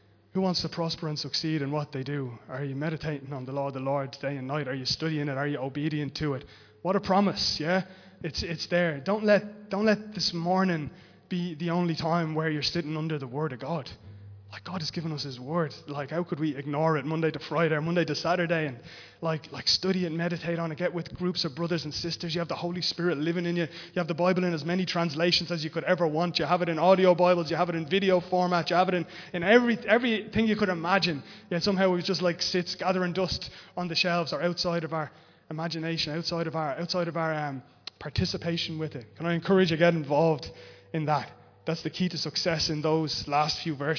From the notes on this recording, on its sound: Recorded live in Liberty Church.